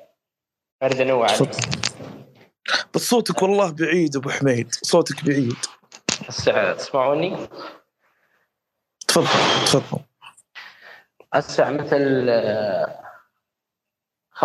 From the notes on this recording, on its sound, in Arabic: تسجيل لمساحة ابن رشد الأسبوعية على منصة تويتر.